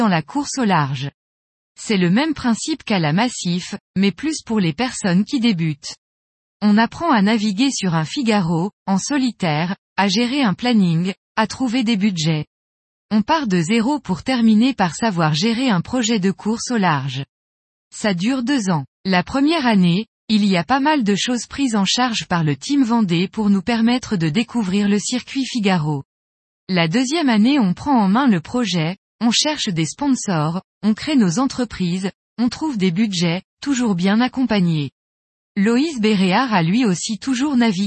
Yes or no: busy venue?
no